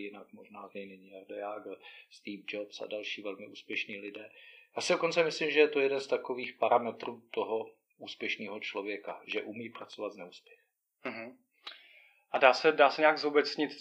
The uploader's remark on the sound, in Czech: A to i přes to, že kvalita zvuku celkem pokulhává.